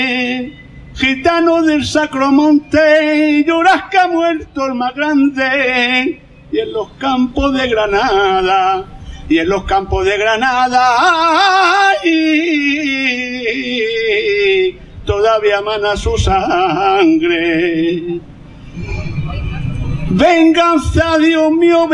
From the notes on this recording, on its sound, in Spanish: VI Homenaje, en la Plaza de Santa Ana (Madrid). Audio: del vídeo.